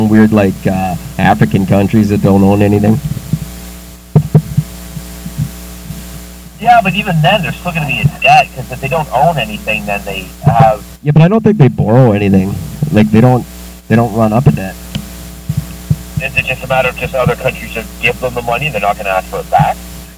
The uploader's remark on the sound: Technical difficulties get the best of them again...